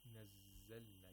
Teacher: You hold the zay a little bit. · Term: letter of rahawa